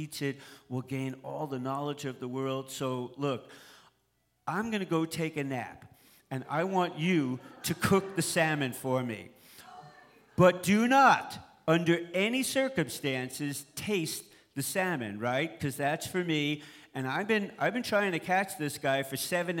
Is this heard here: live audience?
yes